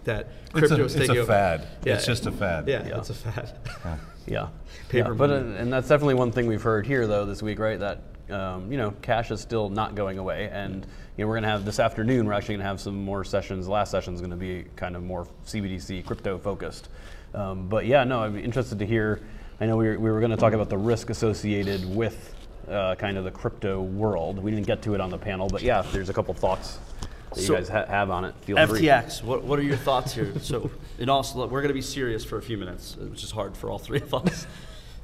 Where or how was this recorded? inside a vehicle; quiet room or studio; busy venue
busy venue